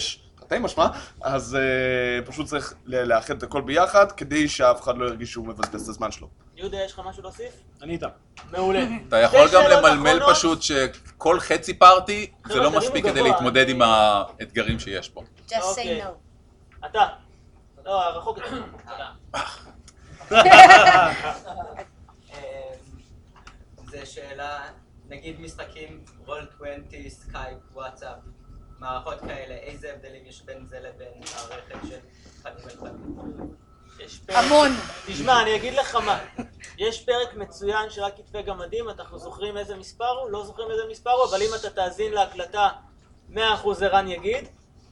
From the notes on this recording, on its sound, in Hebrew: זוהי הקלטת פאנל למנחים מתחילים מכנס דרקוניקון 2015, שנערך בבית הצנחן ברמת גן.